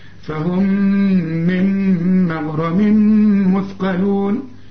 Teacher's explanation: فهم ميم بدون تشكيل بعدها ميم إدغام كامل بغنة، فهم كانها ميم واحدة مثقلة، فهم وبعدين نون مع ميم